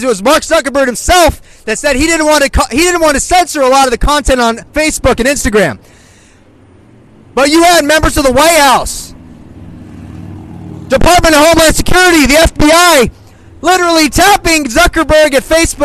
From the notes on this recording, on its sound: Speaking live at Hollywood and Highland